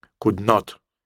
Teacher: Если not ставится отдельно, то оно и произносится отдельно, и на него ставится ударение. Именно на него.